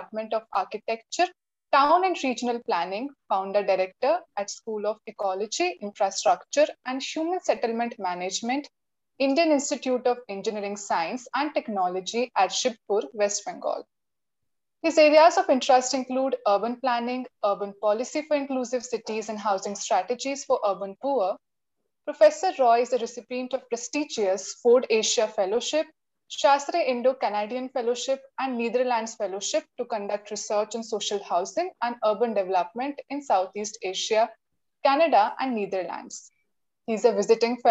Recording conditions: video call